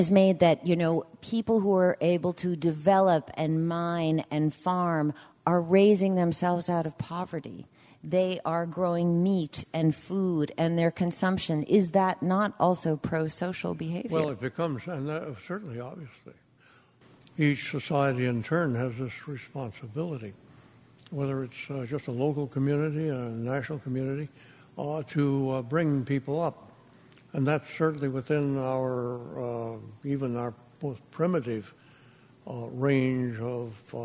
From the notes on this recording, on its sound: Recorded live at The Music Hall in Portsmouth, NH in 2014. This archive program may still contain broadcast elements from the time it aired.